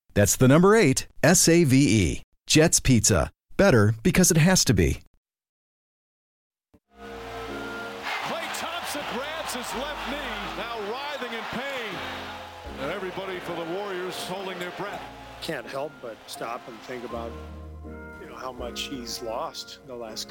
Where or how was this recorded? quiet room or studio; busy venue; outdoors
busy venue